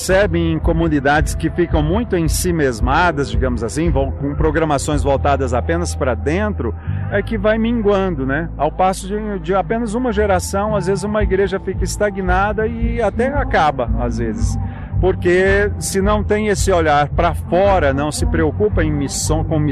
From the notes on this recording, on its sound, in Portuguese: durante a Feira da Páscoa organizado pela Igreja Presbiteriana do Bueno em Goiânia